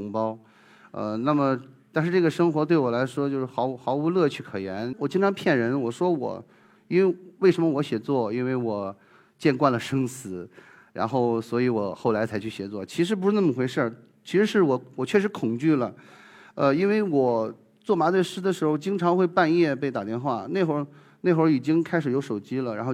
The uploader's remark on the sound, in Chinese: 一席现场。